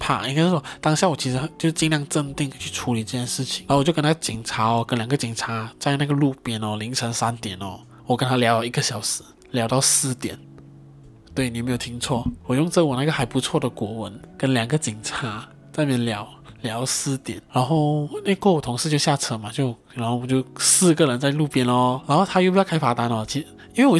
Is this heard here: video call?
no